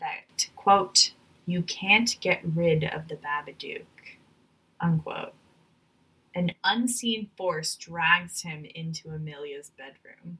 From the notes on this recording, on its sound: The ghosts got to us again (for real) this week, so the audio is subpar.